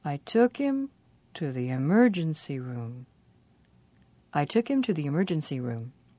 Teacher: Remember, pronouns and prepositions are not very important, so the most stressed words are took and emergency room. Emergency room is two nouns, so the first, emergency, is more stressed than the second, room.